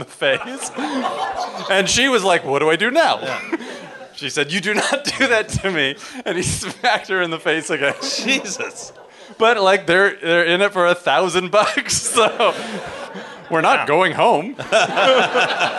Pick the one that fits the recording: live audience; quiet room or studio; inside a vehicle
live audience